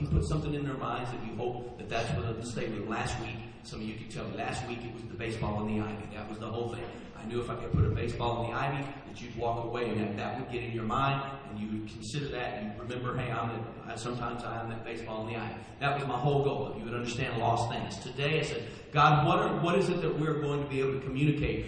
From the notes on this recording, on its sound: Please forgive the poor audio quality of this recording.